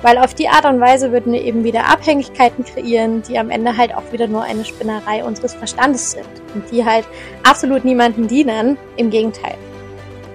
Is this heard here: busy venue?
no